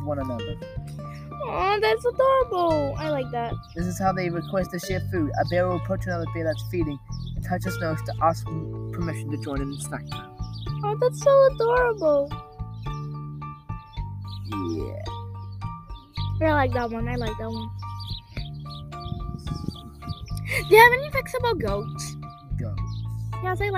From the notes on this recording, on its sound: Sorry for the noise the place we noraly film in was closed because of some exams this week.